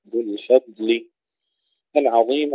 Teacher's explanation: كما سبق التنبيه مرارا وتكرارا إلى ترقيق الفاء، ترقيق اللام، ذو الفضل العظيم أيضا تفخيم الظاء